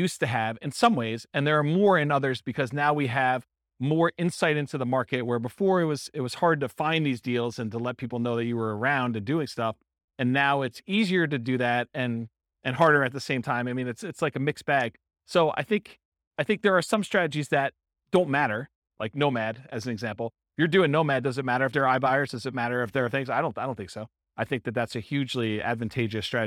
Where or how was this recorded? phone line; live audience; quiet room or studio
live audience